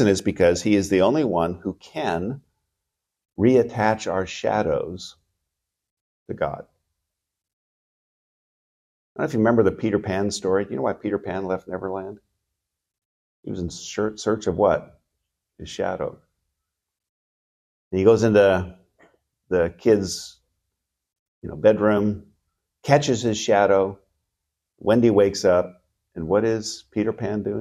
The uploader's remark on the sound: Recorded at Seabreeze Church